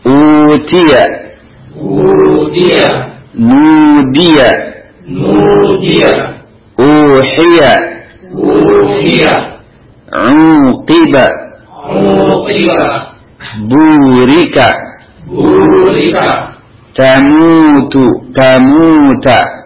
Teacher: Nah, adapun hari ini insyaallah kita masuk kepada pelajaran ke-42, yakni mad tabi'i pada dhammah. Mad tabi'i pada dhammah, yakni wawu yang terletak setelah huruf yang berdhammah. Maka suara dhammah itu dipanjangkan, ya.